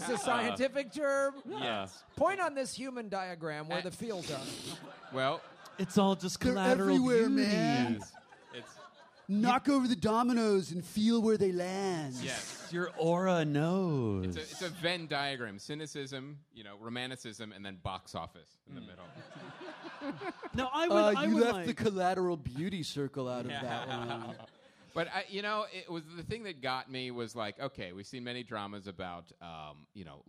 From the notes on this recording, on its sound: Live from LA Podfest. Live from 2016 LA Podcast Festival.